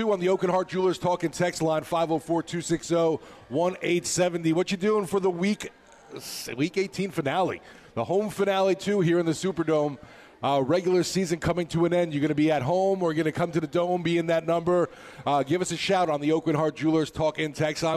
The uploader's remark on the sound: LIVE from the Dome